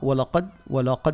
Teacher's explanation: ساعات احنا ياخذنا حرف القاء فنفخم اللام